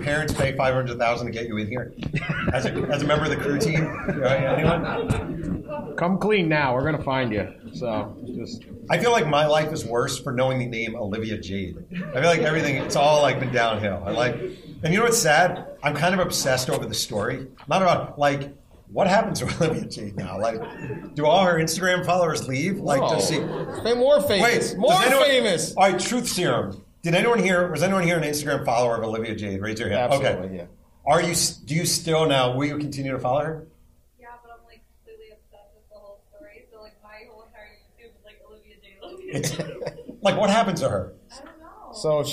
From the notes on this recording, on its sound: Live from the campus of Ohio University. Recorded before a live audience, we travel to Ohio University.